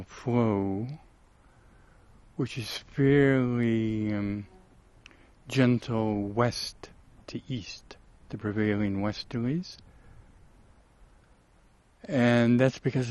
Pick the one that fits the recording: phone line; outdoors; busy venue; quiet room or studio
outdoors